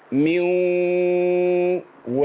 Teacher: الواو دي فيها غنه اللي هي فضلت معايا من النون الساكنة أو التنوين · Term: واو مغنى